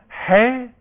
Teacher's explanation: ده حرف في صفه همس، يعني جريان النفس يعني ضعف